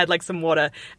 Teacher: it's got the vowel thing going on with the O, which is more rounded than I would say it. It's got the TD thing going on, and it's got the lack of R. It's just got like so much going on in that one word.